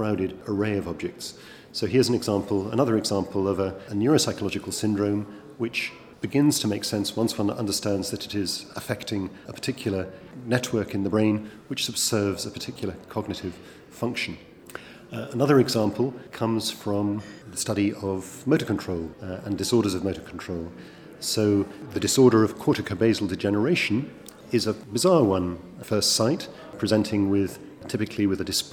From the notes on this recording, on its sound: This podcast was recorded at the 2015 BNPA AGM.